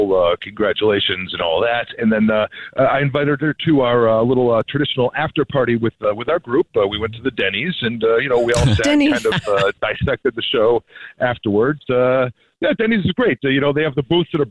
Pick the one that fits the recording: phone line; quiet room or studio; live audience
phone line